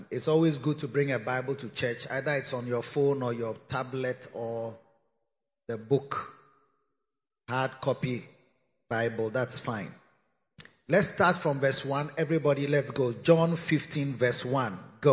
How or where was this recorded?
large echoing room